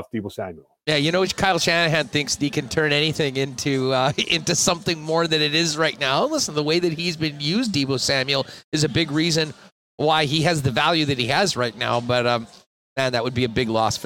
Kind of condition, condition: setting, busy venue